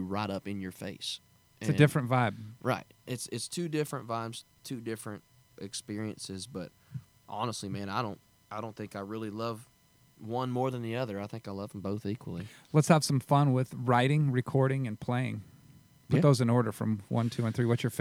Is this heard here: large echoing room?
no